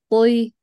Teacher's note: امسكي الطاء من الأقصى، يعني من المخر، يعني من أقصى اللسان، من منطقة التفخيم. حسي حالك إنه بدأتي الضغط عليها من هذيك المنطقة أول، يعني جبتيها من هذيك المنطقة.